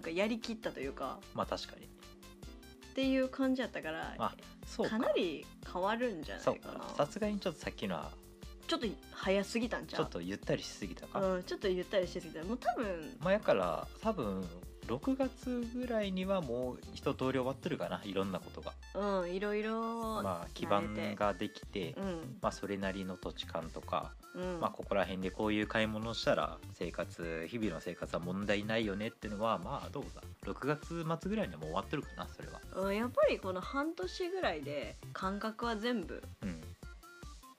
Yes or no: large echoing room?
no